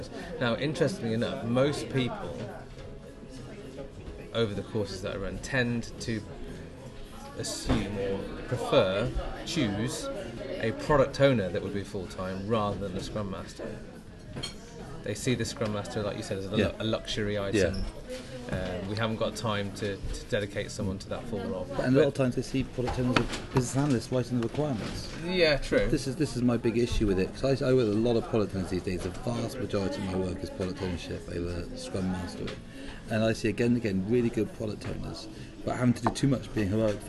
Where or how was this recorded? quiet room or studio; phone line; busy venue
busy venue